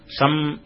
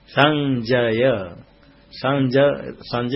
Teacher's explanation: अनुसार का उच्चारण करते समय ओष्ठ नहीं लगना चाहिए, ओष्ठ लग गया तो म हो जाएगा · Shown in: second take